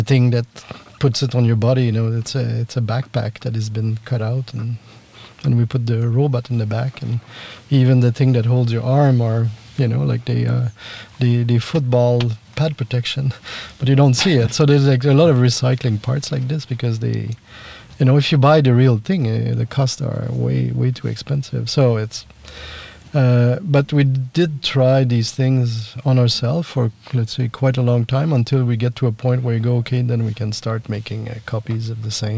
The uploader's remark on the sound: The conversation takes place in a small van behind Rakvere Theatre at the Baltoscandal’22 festival.